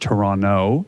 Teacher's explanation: We pronounce it Toronto, no T at the end.